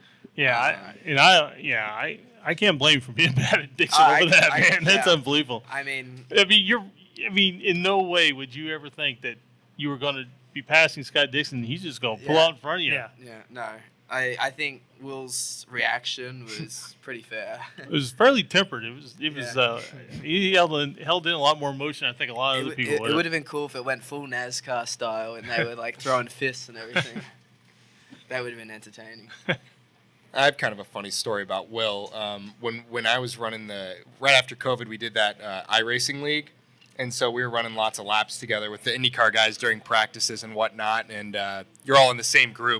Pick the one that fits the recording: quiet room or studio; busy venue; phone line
busy venue